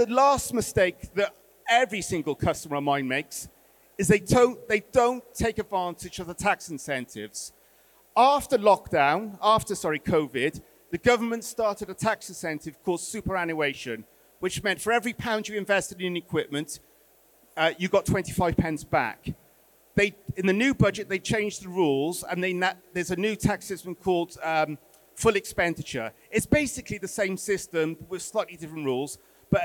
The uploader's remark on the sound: recorded at our Brewers Congress in London